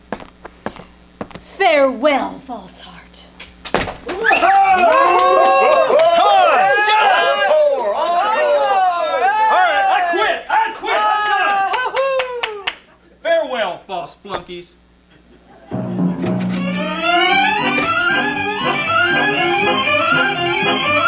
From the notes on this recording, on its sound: Performed live at the KCAL Hometown Theater, in Nicholasville, KY at its summer show June 25 - 27, 2021. This is the KCAL Old Time Radio Troupe performing an episode of old-time radio show Four Star Playhouse.